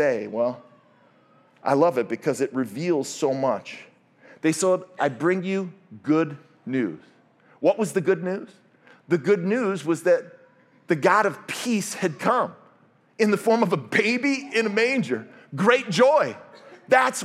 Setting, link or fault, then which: setting, large echoing room